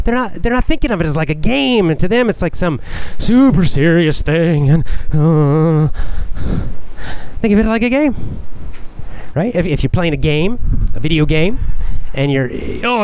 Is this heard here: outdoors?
yes